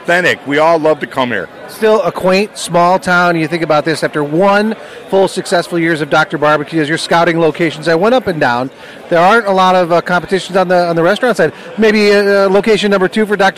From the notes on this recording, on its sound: Live from Lynchburg TN at the 31st Jack Daniel’s World Championship BBQ. Talking between judging Ribs and Pork.